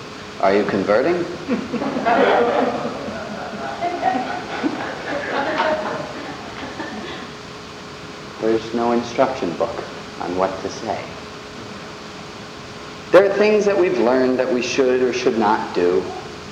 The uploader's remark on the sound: The audio quality isn't the best.